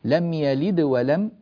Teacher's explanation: الدال هنا مقلقلة قلقلة صغرى لأنها موصولة بما بعدها